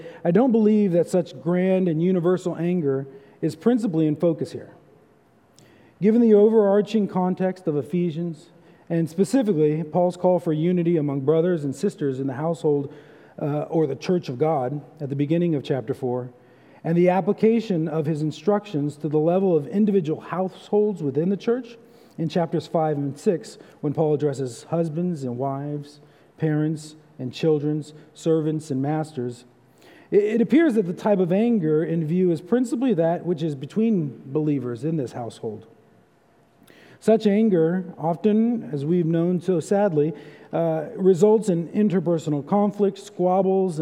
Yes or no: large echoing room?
yes